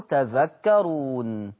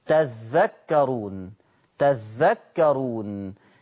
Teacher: قرأ حفص طبعا بتخفيف الذال. طب ورش بتشديد الذال